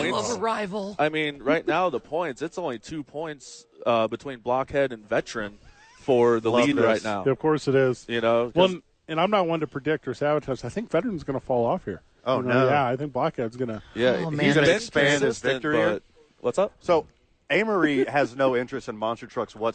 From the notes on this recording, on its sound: live from the Rio Rancho Event center